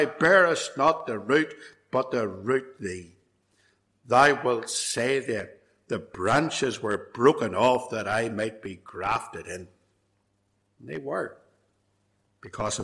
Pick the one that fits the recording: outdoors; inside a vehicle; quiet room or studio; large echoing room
large echoing room